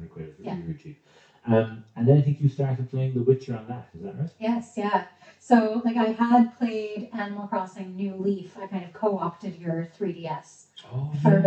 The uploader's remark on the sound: We had a few issues with sound on this one, so apologies!